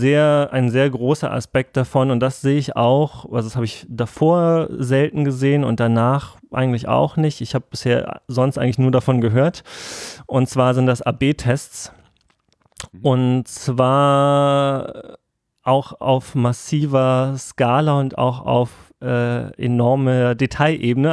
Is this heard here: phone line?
no